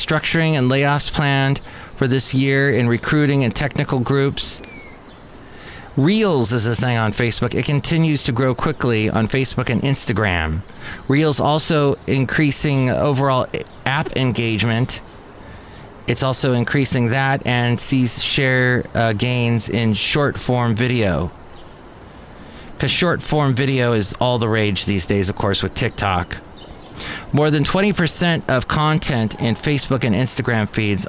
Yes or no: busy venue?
yes